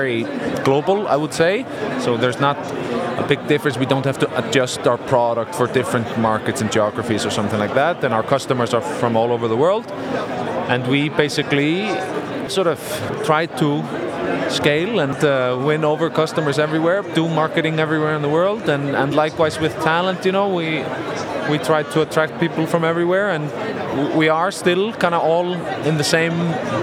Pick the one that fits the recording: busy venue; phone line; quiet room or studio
busy venue